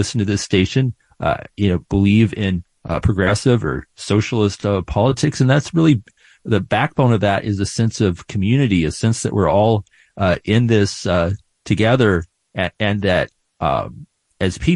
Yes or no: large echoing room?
no